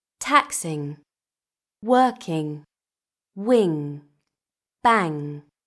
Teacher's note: NG is pronounced ng without a following g sound at the end of words.